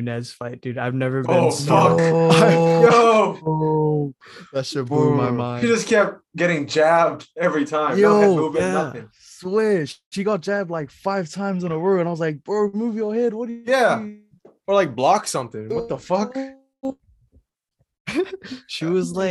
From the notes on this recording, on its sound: despite some connection problems